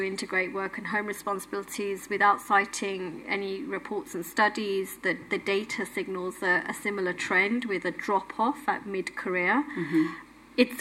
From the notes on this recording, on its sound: LIVE from IMN.